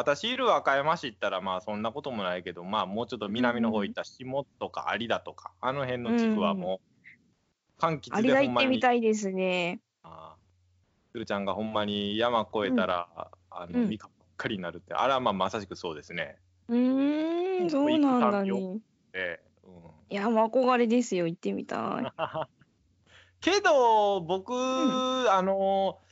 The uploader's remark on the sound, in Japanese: スカイプ機能の録音のため音質が少し悪いです。